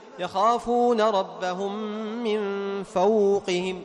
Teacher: يخافون ساكنة قبل مضموم، مدية ولينة في نفس الوقت، لأن لما مدت إيش دل هذا على ليونتها، بينما فوقهم لينة وليست مدية.